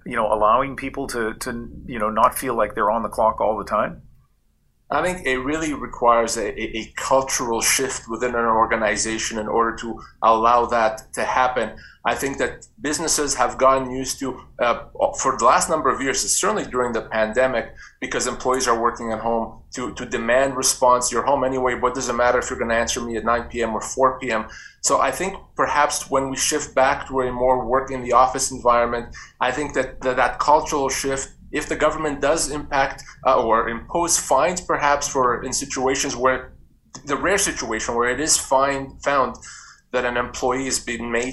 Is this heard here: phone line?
no